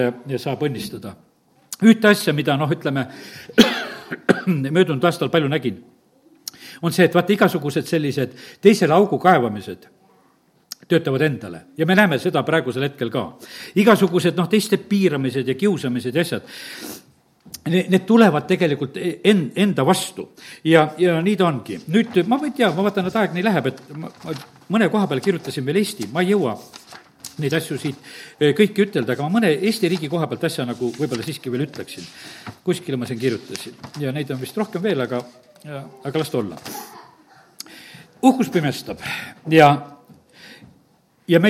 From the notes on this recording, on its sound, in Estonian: Audio salvestus koosolekult